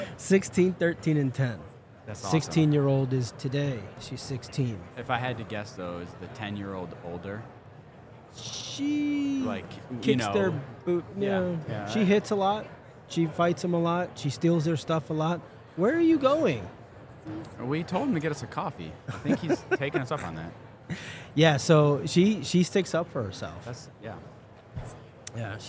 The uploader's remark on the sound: Special mini series recorded with Oleeo at HR Tech 2023. Special mini series recorded with Oleeo at HR Tech 2023.